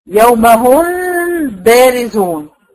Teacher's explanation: انا الاول بعمل تلامس وبطلع الميم والغنه، خلصت الغنه على طول اروح عامله اطباق للشفتين عشان انطق الباء